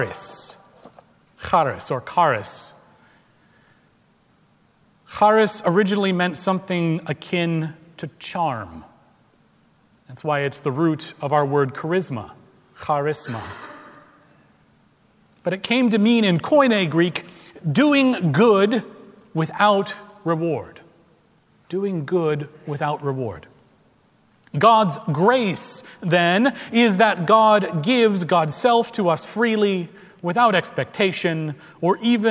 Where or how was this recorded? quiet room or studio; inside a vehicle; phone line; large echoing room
large echoing room